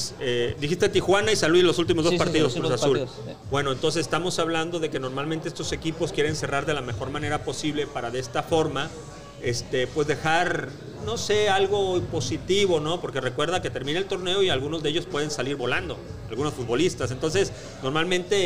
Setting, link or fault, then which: setting, busy venue